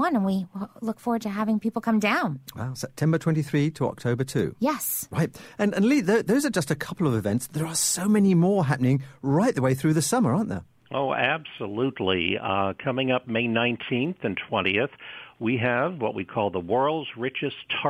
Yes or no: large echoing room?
no